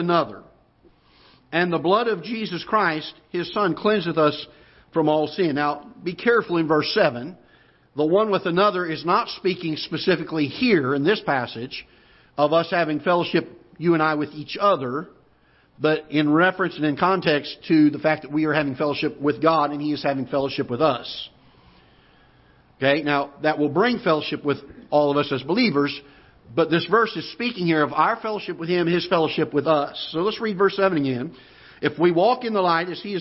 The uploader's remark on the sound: Ketha Heights Baptist Church ~ Live Broadcast